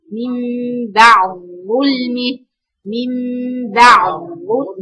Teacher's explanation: يعني بتنتقلي من العين لظاء، مفيش دال · Term: الادغام المحض